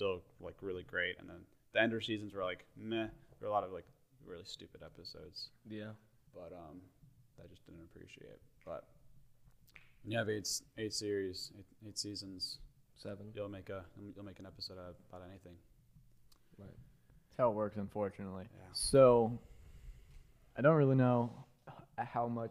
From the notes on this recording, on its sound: AUDIO LEVEL LOW